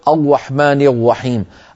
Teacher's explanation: أما الرحمن الرحيم فهو حرف لساني، الراء حرف لساني، الراء را را را را را الرحمن، ولا نقول الرحمن الرحيم، الرحمن الرحيم هنا جعلنا الراء واوا، جعلناها واوا واستخدمنا الشفتين